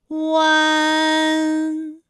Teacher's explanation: 是从圆唇的后高元音乌开始，口型迅速的由合口变为开口状，舌位向前迅速滑降到不圆唇的前低元音啊的位置呢，就开始升高，发啊后软腭下降，逐渐将鼻音色彩增强，舌尖迅速移到上齿龈部，最后抵住上齿龈，发出鼻音呢的状态。看啊，大家感受一下从合口改为开口状的状态，弯，是不是先从合口，然后最后变成了一个开口的状，然后最后尾音的时候呢，是要到达一个鼻腔，发出一个鼻音呢的状态，弯，哎，它就发 · Term: 乌安